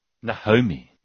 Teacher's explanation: And then you have Afrikaans speakers who generally might put in an H. · Term: Conjoining vowels